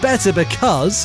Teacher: pardon me for the glottal stop there